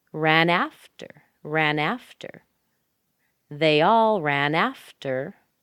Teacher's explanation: It's sped up because we're trying to get to that primary sound, af. And since after is a two-syllable word, af is where we hear the highest stress.